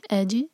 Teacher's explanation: و اج الف لائٹ، جیم پر سکون ہے تو جیم پر قلقلہ ہوگا، باؤنس کریں گے